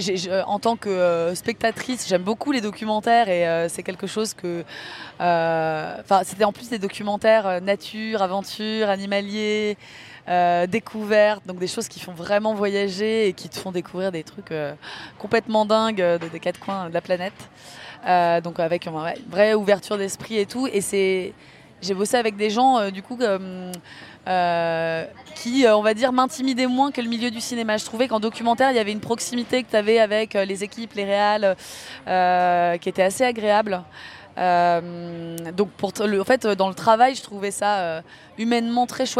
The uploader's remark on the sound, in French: Suite et fin de cette série de 3 capsules inédites enregistrées en marge du 76ème Festival de Cannes. Dans un café situé juste à côté du Palais des Festivals.